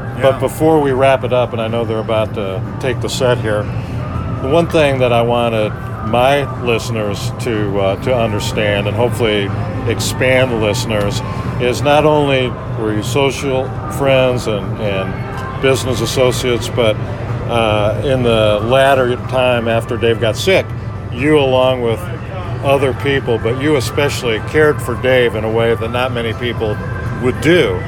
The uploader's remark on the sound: Recorded from Miller Park in Milwaukee